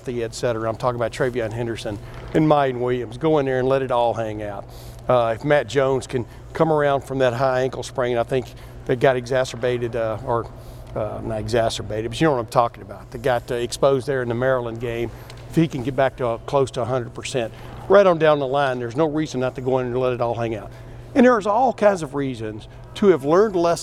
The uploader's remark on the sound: Met with the media for his press conference to preview the Bulldogs.